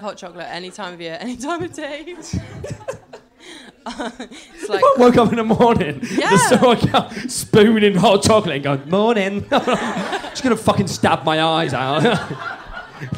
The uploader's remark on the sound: The recording of the LIVE Single Sounds show